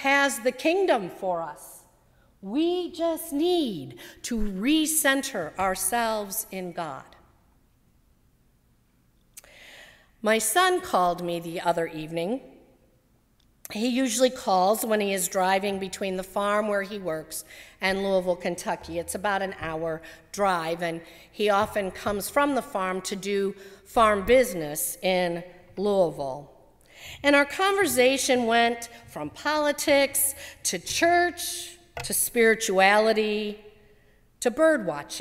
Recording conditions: large echoing room